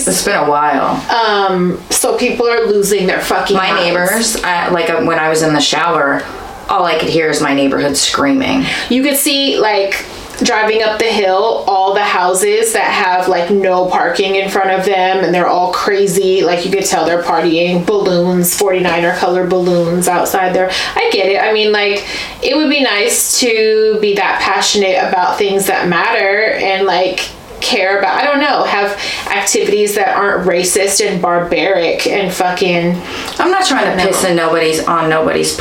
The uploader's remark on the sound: We had a little technical difficulty in the beginning but here we are.